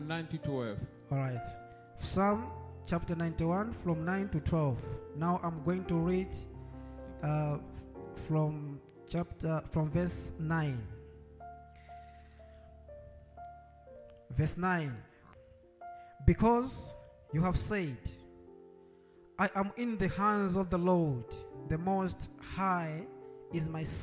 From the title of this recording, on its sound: Sunday Live Service